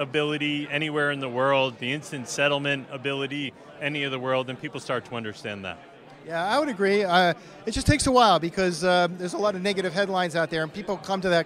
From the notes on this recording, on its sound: In this video podcast interview recorded during an Institutional Digital Assets Forum event in Boston on December 4th, 2023. The event was produced in partnership with the TABB Group and focused on blockchain adoption within enterprises as well as institutional investment in cryptocurrency.